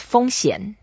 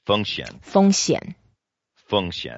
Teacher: 险 is a third tone. So we have to go down a bit and go up later.